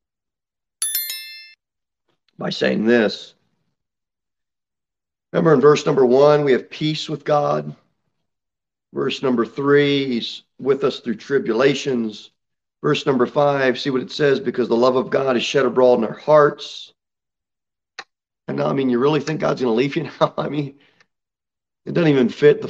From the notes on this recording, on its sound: Sermon delivered at Pilgrim Baptist Church on Sunday, September 4, 2022 at 11:15 am. Jere Whitson Rd.